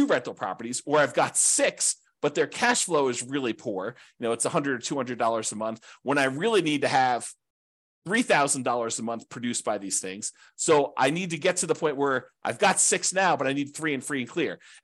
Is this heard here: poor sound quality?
no